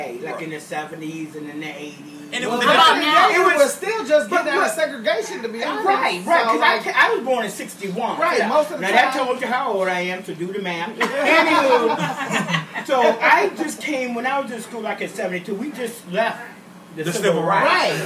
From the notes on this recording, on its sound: We put the recorder in the middle of the table and just started talking, so we apologize if there's a little background noise.